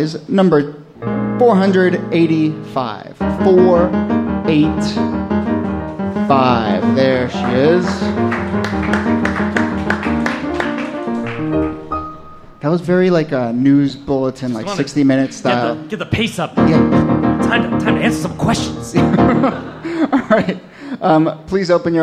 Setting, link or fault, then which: setting, live audience